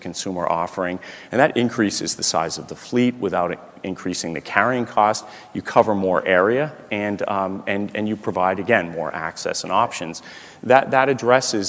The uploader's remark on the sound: The best of live interviews from GreenBiz events.